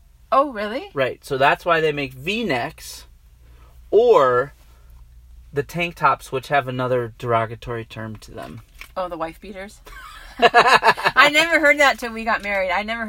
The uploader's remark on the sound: This episode was recorded live in our truck.